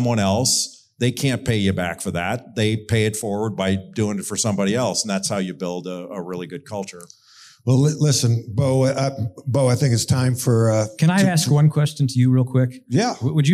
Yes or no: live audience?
yes